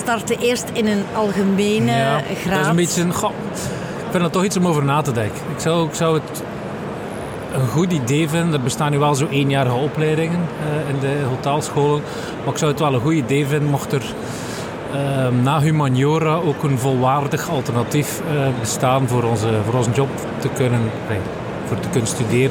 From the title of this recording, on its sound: Horeca Expo Live